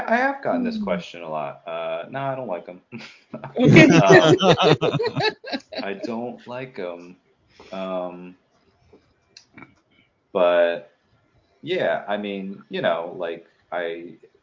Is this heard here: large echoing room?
no